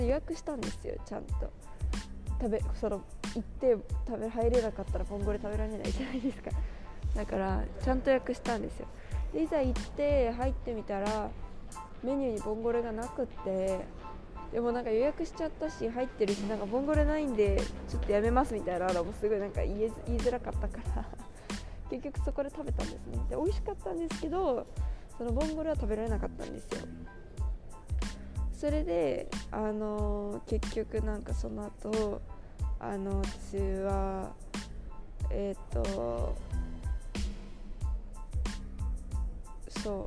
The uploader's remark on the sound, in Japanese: 乗り継ぎのチューリッヒ国際空港で収録しました！Wi-Fiの調子が悪く、途中から一人録りになりました。